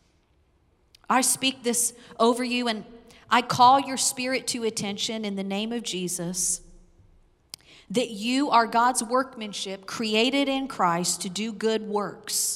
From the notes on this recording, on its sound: Recorded live on 5/9/21.